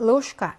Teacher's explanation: 얘는 이제 역행동화 때문에 샤 발음으로 나고요